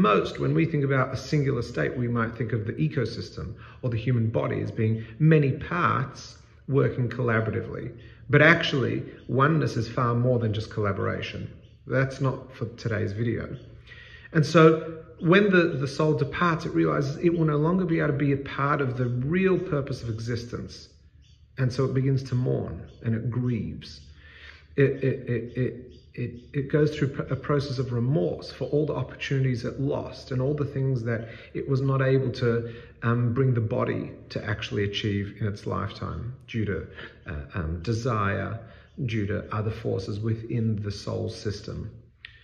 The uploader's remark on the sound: This segment is part of a larger talk and was recorded in a large space with a powerful echo.